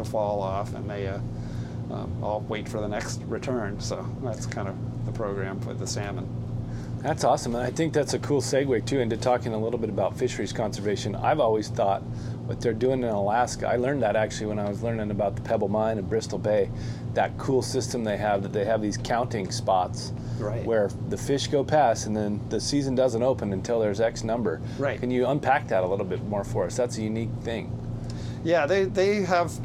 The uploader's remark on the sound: An episode recorded on board a 90’ wooden fishing vessel off the coast of Sitka, Alaska. A beautiful morning in the harbor and open water off the coast of Southeast Alaska.